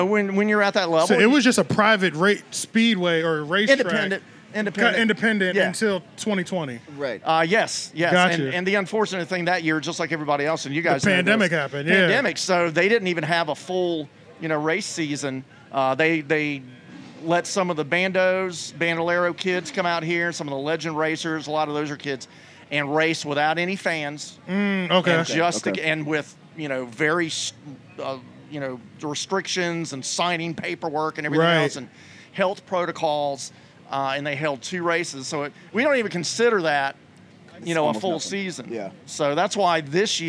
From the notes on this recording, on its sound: we had the pleasure to host a Live podcast at their tailgate event